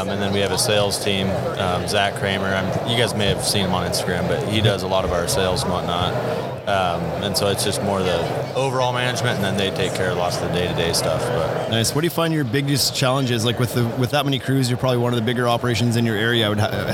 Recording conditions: busy venue